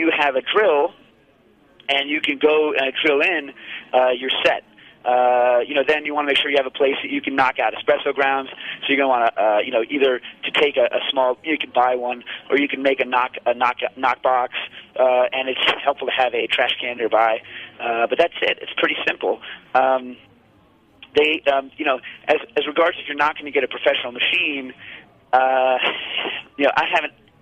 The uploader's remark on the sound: Live from Bogota. Cooking Issues goes from Brooklyn to Bogota. A call in show from Columbia.